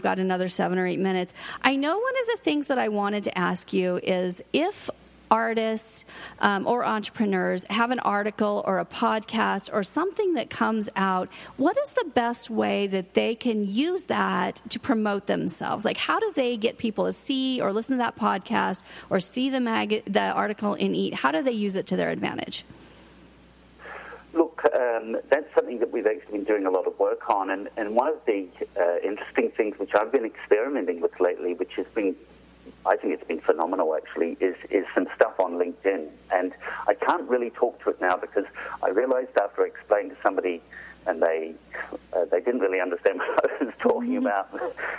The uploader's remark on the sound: Calling live from Australia.